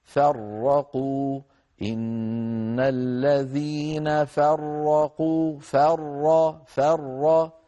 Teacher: الفاء مرققة والراء مفخمة فلا نقول مثلا فرقوا بسبب أن الفاء جاورت الراء فلا نقول فرقوا بل نقول فر فننتقل من فاء مرققة إلى راء مفخمة من غير تكلف.